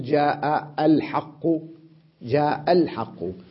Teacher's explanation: الألف سقطت في اللفظ · Term: همزة وصل